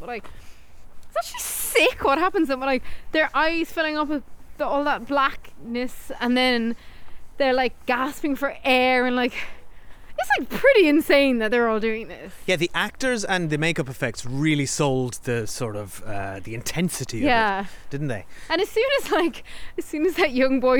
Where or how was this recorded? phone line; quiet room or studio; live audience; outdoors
outdoors